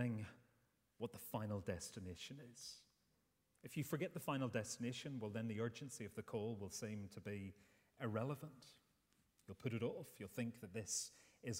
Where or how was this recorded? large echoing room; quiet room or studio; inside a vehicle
large echoing room